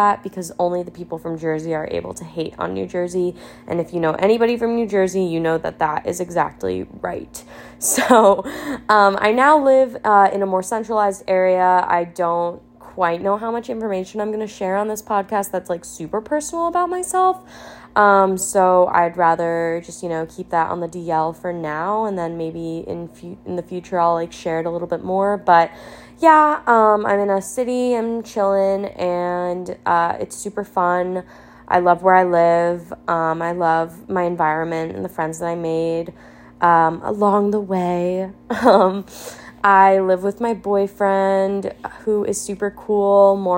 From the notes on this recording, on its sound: I decided to take a stab at rambling into my iPhone's mic and start a pod of my own.